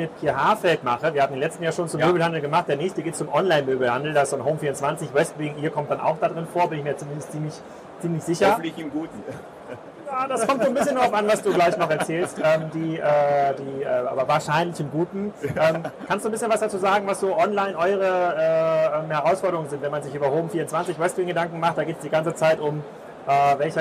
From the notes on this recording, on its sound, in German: Das erste DMEXCO live Interview